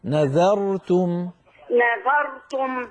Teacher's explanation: نذرت الراء مفخمة لكن قبلها الذال مرققة · Term: الراء المفخمة